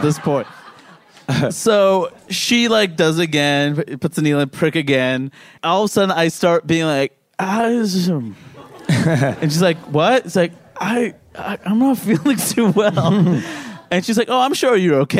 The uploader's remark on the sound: Recorded live in front of a paying audience. At Littlefield in Brooklyn, NY.